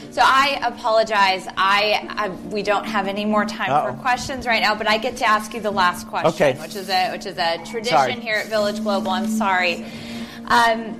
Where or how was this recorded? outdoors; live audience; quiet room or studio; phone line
live audience